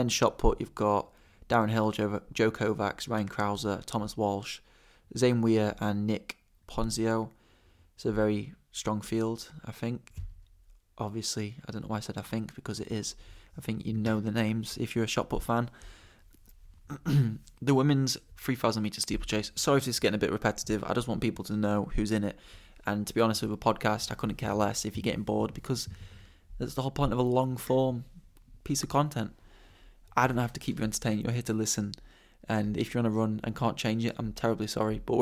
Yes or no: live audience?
no